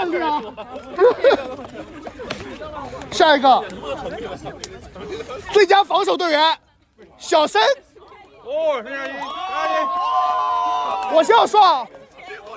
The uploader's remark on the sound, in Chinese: 本期节目来到了上海龙骑兵美式橄榄球队的年会活动中，用声音录下了年会的氛围，并抽空随机采访了几位队内队员、队长及球长组织者。现场颁奖。